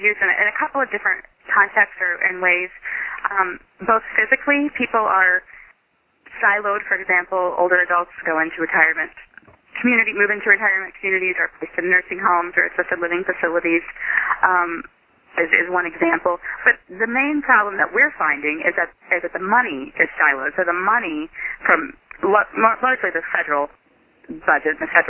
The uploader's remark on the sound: Call recorded on December 8, 2011.